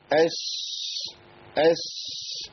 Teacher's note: الشين تخرج من وسط اللسان مع ما يوليه من سقف الحنك الأعلى